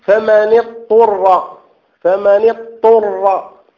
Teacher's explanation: ويدخل فيه كذلك مسائل أخرى كقوله فمن اضطر، فلا تدغم كذلك الضاد في الطاء، لا تقول فمن اضطر تقول فمن اضطر الضاد باستطالتها وبتفخيمها وباستعلائها، وبعد ذلك تأتي بالطاء